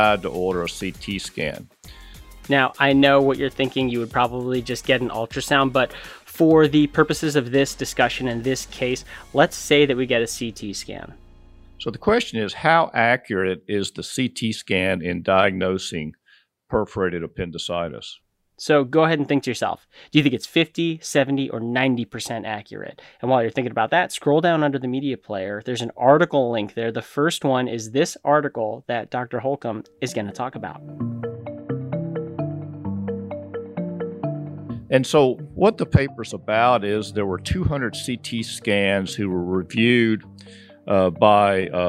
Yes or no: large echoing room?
no